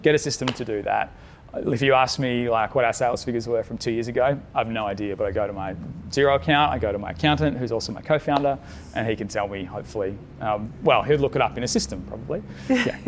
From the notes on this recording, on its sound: Our first episode is a very special live recording from our February Good Mornings breakfast event for purpose-driven folks held at the Frankston Social Enterprise Hub.